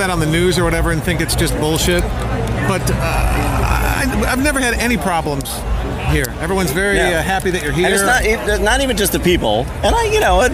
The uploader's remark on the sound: a live remote broadcast from the 45th annual New Orleans Jazz & Heritage Festival